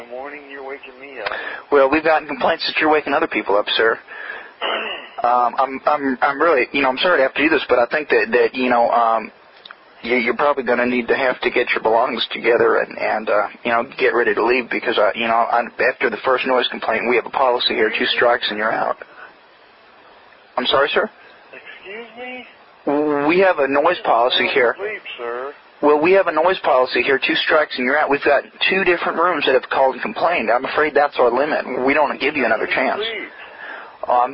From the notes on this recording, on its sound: Prank Phone Calls Collection